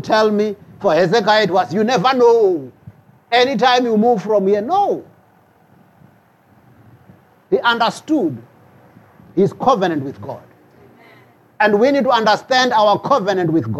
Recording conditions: large echoing room